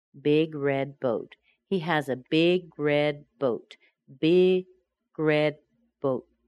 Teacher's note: So the red ends with a D, then I'm already starting to make the B before I finish that D sound.